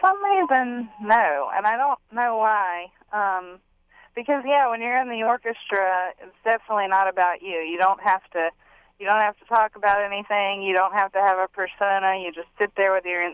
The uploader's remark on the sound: via telephone interview